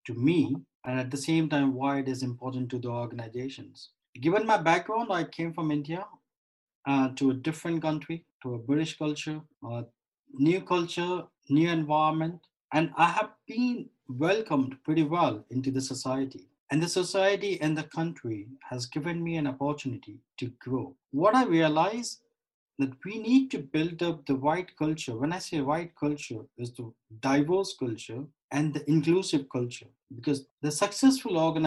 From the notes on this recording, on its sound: over Zoom